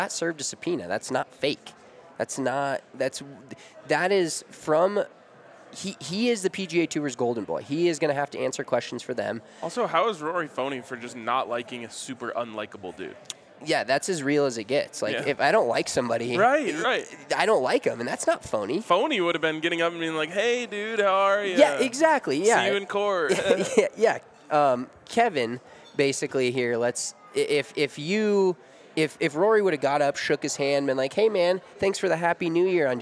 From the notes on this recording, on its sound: LIVE from the Farm House. A live episode of Big Drive Energy from the Breckenridge Farm House.